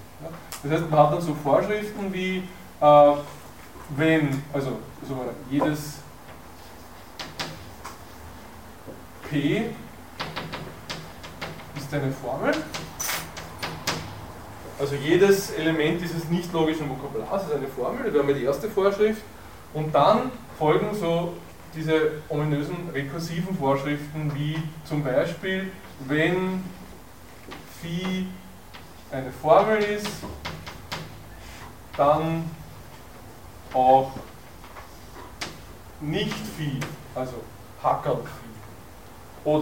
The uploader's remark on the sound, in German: Diese Vorlesung wurde von Studierenden aufgenommen